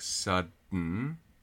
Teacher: I'm stopping the D, and then I'm keeping my tongue in the place for the D, because it's also the place for the N, The only difference there is whether my vilipharyngeal port is open or not. · Term: nasal release